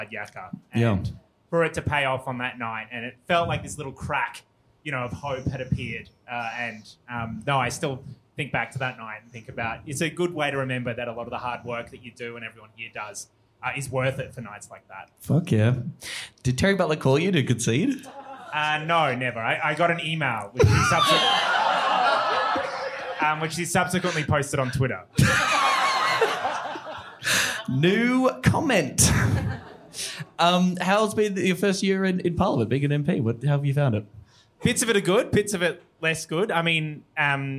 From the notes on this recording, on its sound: Live from Brisbane. Live from Good Chat.